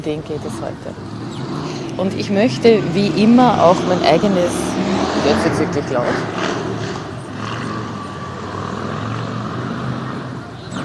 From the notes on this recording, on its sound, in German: Diese Episode kommt direkt von Montmartre in Paris, aufgenommen auf der Wiese am Hügel von Sacré-Coeur sitzend, mit allen Nebengeräuschen des bunten Treibens rund um mich.